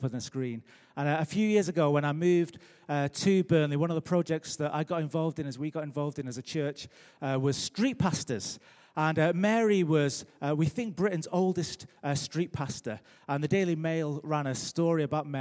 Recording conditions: large echoing room